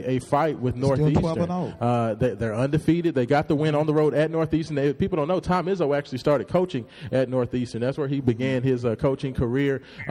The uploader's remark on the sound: Live at Montogomery Chevrolet hosting our 2nd Annual Toy Drive.